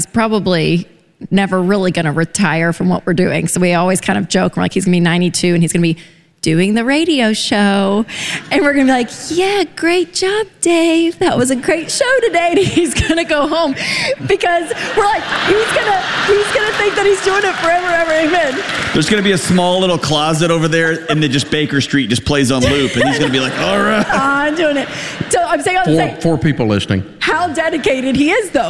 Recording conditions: live audience